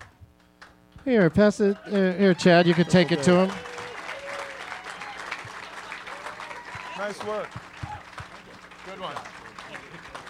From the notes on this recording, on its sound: Live from Zanies Comedy Club in Rosemont